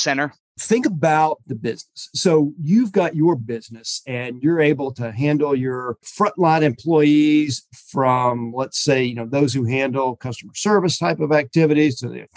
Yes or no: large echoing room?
no